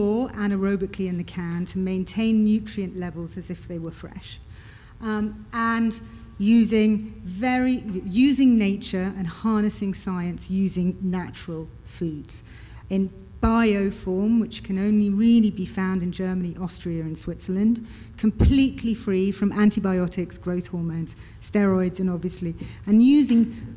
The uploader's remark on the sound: BARK YOUR BIZ LIVE AT GLOBAL PET EXPO 2019.